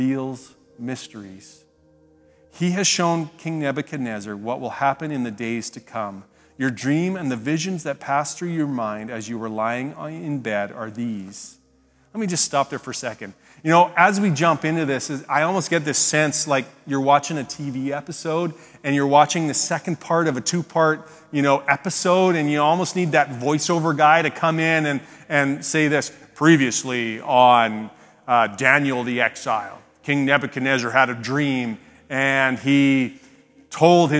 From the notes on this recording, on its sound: speaks at SouthRidge Fellowship, a Langley church